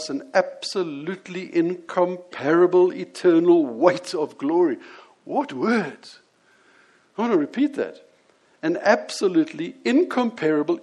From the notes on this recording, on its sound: Here is the audio of the sermon I preached on this at the Lonehill Village Church on Sunday 28th May 2017.